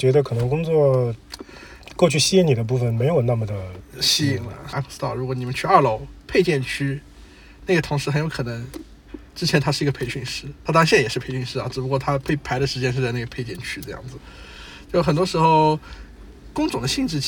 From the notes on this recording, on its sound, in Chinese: 这期开荒播客是在路边的车厢录制，恰逢咽炎鼻炎，可能收听体验不太好。